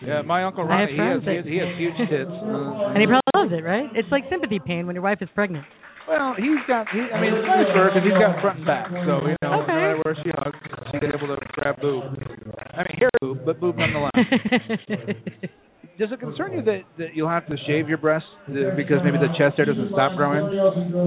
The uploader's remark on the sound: Live from Wrigley Field Bar and Grill